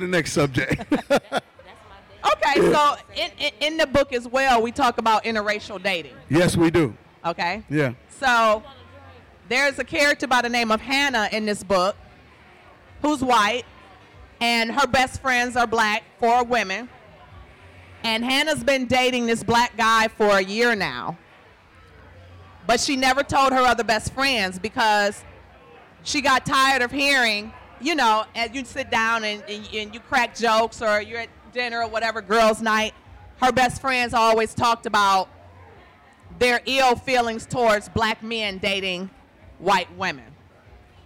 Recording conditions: live audience